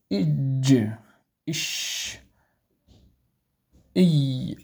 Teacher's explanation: وسط اللسان مع ما يحاذيه من الحنك الأعلى، الجيم والشين والياء